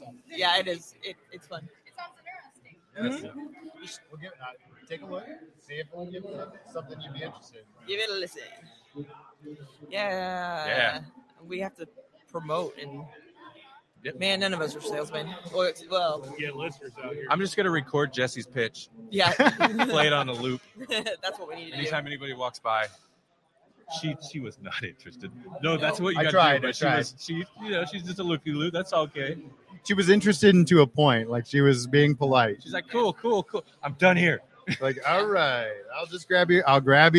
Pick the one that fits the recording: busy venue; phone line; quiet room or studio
busy venue